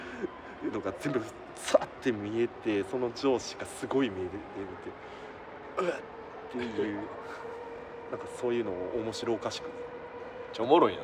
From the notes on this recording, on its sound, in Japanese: 公園で収録してます。